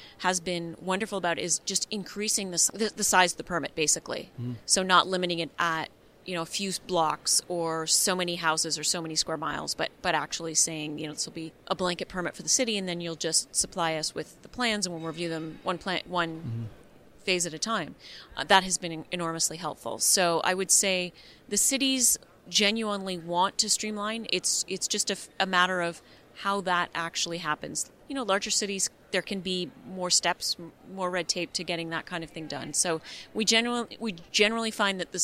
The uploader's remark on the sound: At the 2019 Broadband Communities Summit in Austin, he recorded a series of interviews for the podcast.